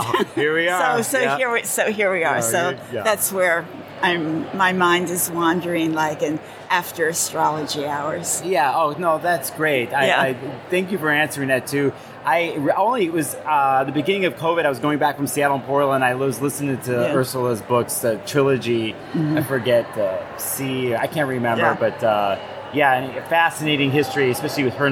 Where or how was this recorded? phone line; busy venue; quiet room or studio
busy venue